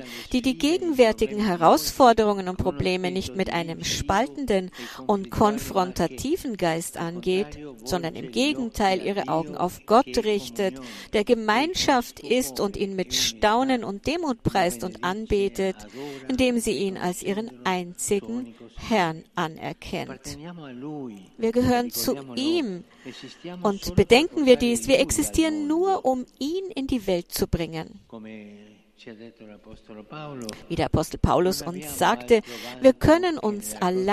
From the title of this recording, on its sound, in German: Heilige Messe zur Eröffnung der Weltbischofssynode